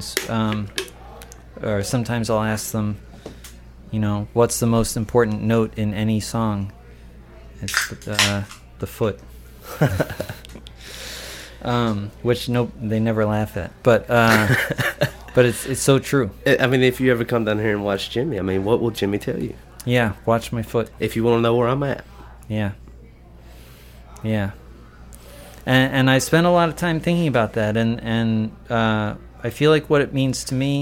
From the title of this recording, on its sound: at the Blue Front Cafe